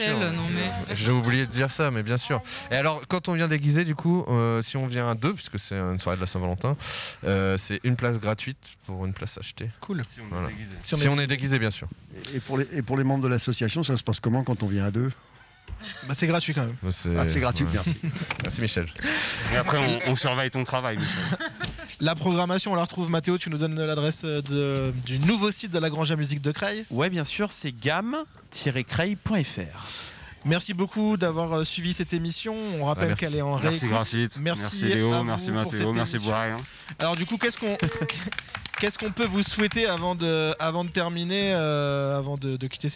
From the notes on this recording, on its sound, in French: Emission réalisée en direct de la grange à musique de Creil (60)